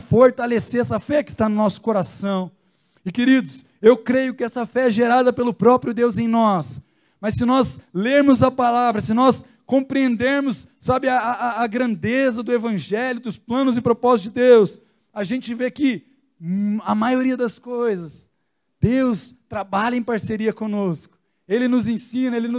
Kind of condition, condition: setting, large echoing room